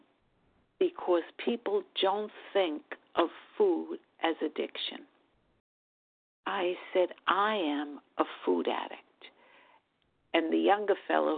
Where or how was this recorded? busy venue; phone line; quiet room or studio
phone line